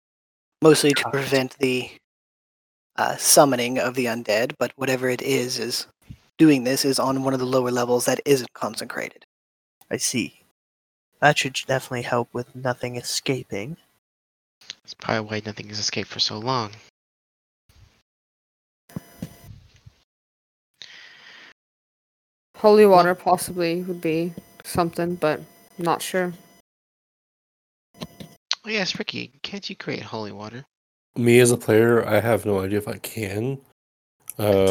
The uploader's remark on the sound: Apologies to our listeners, as this session did not record correctly and is of very low quality.